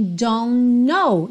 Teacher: eu junto o N do don't com o N do know, já que a primeira letra do know, que é a letra K, é muda.